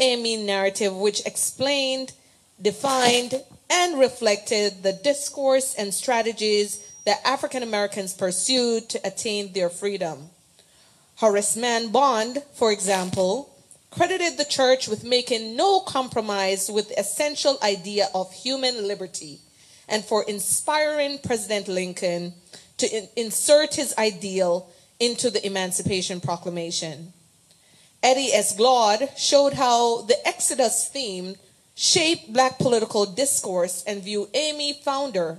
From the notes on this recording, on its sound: Undisciplined comes to you live from the Historic St. James Missionary Baptist Church in Fayetteville.